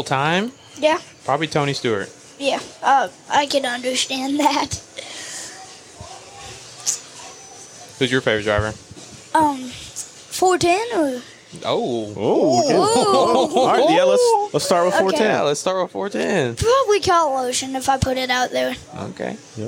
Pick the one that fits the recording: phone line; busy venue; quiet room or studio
busy venue